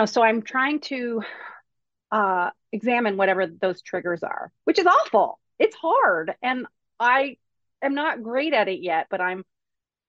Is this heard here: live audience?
no